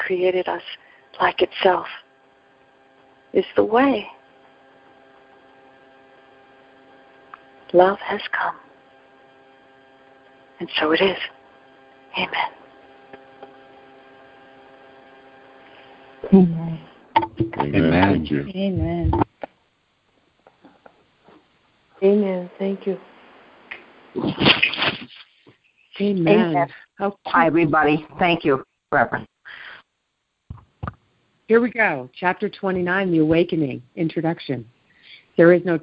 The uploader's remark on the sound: ACIM Daily TEXT Conference Call.